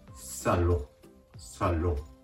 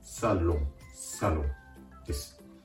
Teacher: オンと発音しながら、鼻から息を抜くような形で発音するところがポイント